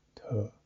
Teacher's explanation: The aspirate is not that strong.